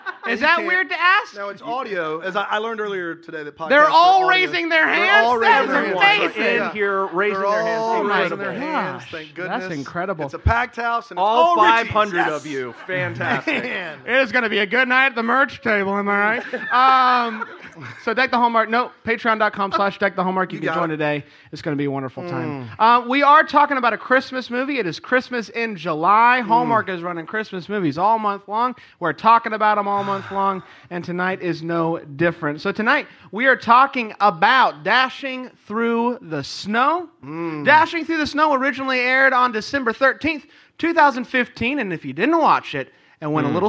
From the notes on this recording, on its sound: LIVE from Raleigh, NC. This episode was recorded live in Raleigh, NC!